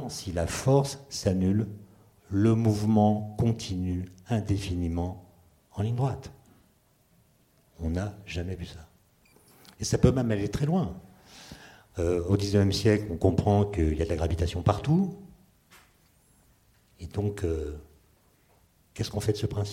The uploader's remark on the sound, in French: lors d'une conférence inédite